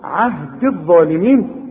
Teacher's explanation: الغي الياء دي بتاعت عهدي من النطق اذا وصلت، انما تثبت اذا وقفت. قال لا ينال عهدي عند الوصل عهد الظالمين، لانها ساكنه واللام ساكنه.